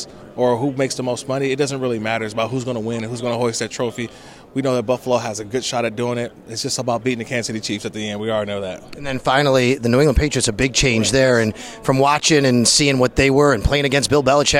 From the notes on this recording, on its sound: live again from the combine